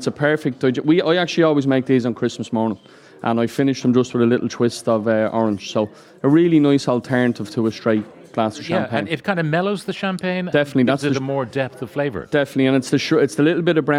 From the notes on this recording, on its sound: live from the Aviva Stadium